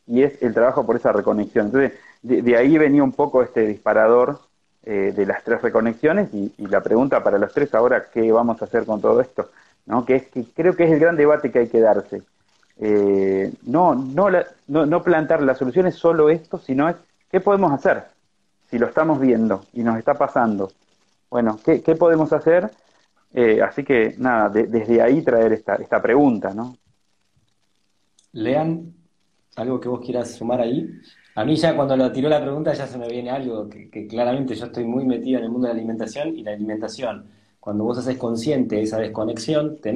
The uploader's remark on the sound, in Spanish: Audio de la charla en vivo por Instagram